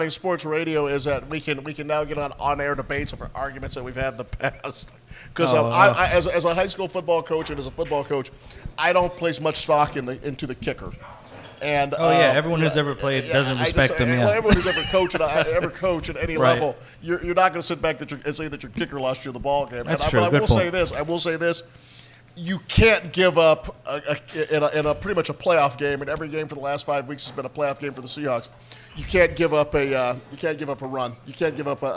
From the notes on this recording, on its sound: ON NYSEA LIVE!! We are Live from the Backyard Bar.